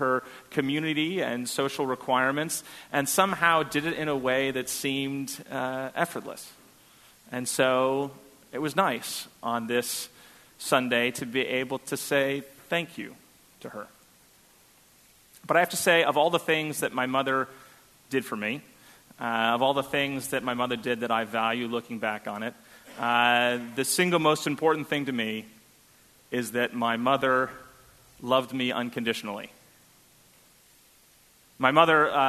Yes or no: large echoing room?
yes